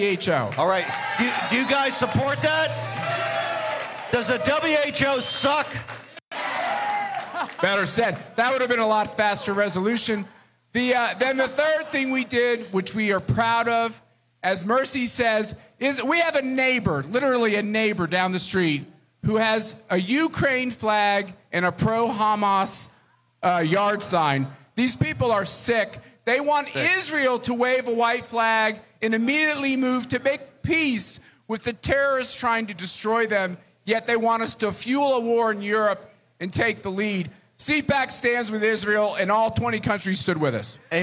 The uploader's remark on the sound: Live From CPAC 2024.